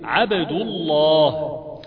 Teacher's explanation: الدال في كلمة عبد مضمومة، اللام في لفظ الجلالة الثانية مفخمة · Term: اللام المفخمة